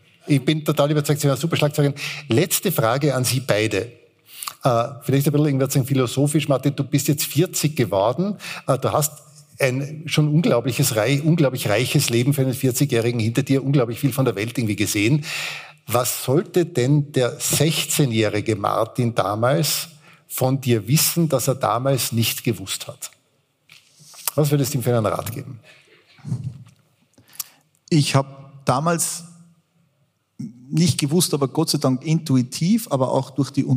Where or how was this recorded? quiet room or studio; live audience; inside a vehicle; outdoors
live audience